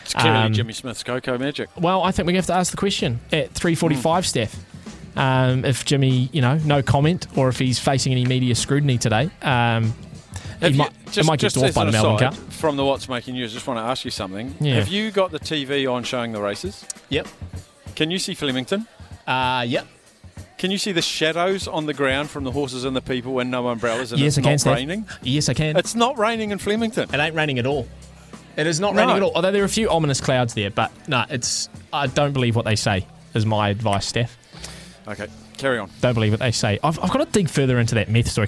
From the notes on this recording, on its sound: LIVE from the Fox in Auckland for Melbourne Cup Day